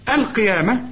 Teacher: القاف آخر درجات التفخيم، وإحنا متفقين إن الياء مرققة